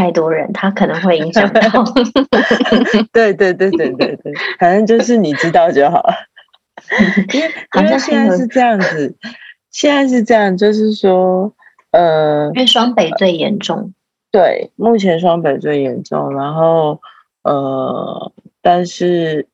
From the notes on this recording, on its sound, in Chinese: 線上錄音again我們依舊趁著孩子睡去後躲在黑漆漆的房間裡。